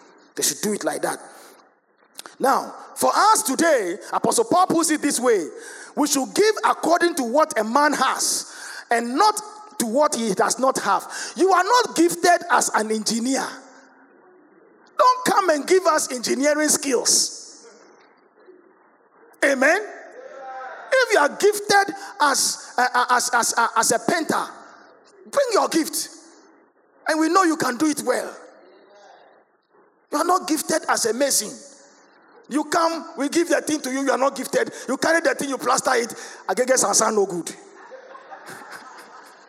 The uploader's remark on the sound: Sermon preached at CBC Shiashie Campus